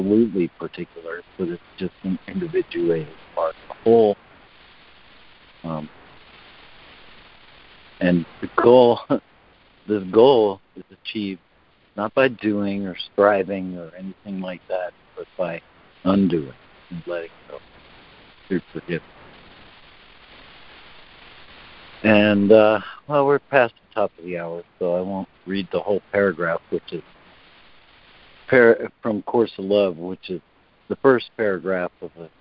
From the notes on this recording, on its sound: ACIM Daily Conference Call